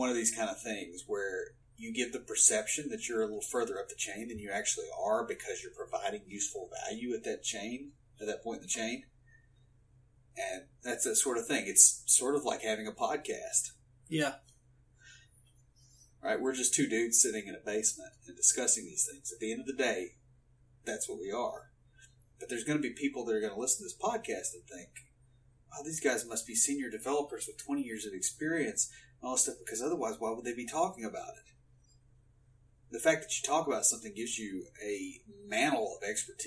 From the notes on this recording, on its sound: We had some issues with our recording for this episode. Please bare with us as we are learning to use the recording and editing equipment.